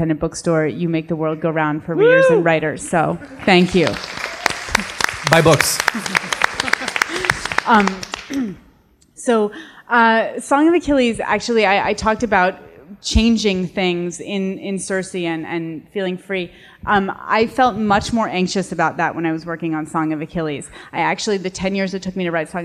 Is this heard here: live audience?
yes